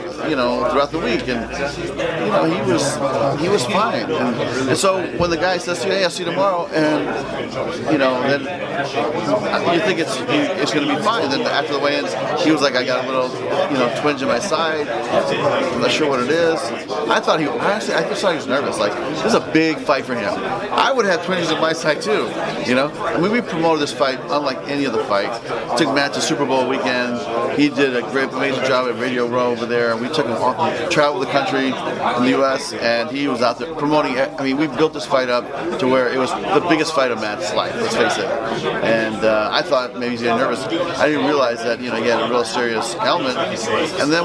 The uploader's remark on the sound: press conference scrum